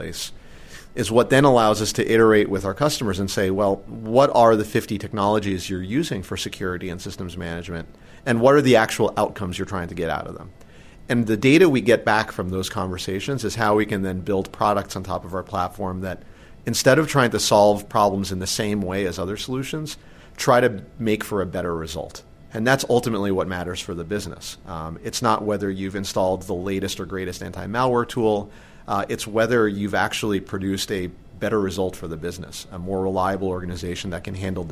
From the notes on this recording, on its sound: at their yearly conference, CONVERGE